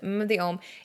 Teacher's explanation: It's less gut gut from the gut and more like a honey, like a buzzing bee, so more nasally sounding